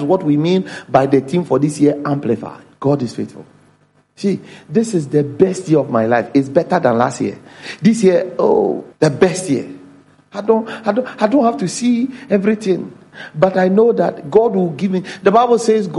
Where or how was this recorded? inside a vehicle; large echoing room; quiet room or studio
large echoing room